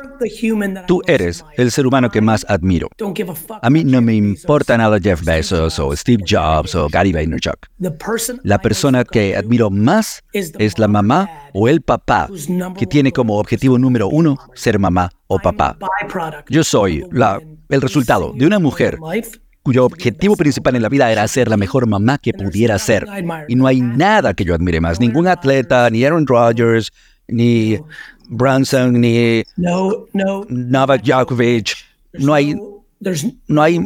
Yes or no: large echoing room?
no